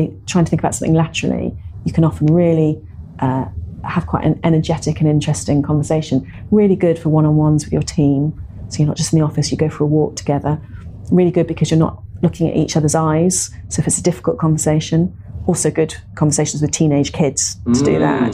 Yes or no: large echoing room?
no